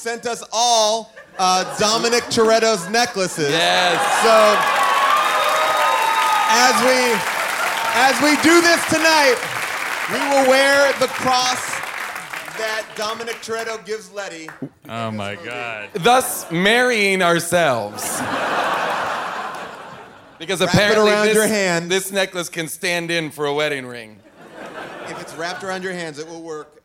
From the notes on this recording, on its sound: Recorded LIVE from Largo in Los Angeles. During audience Q&As!